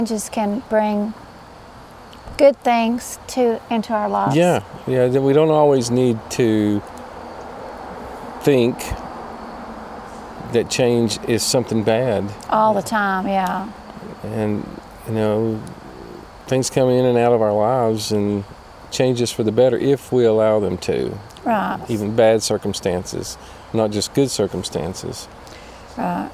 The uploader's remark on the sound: Fireside Chat from Adventure Bound campground in the Smokies!